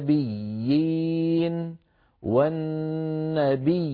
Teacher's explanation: الخط هي الياء المادية، والنطق واحد لا يتغير، هكذا والنبيين والنبيين، الياء الأولى مشددة مكسورة والثانية ساكنة مادية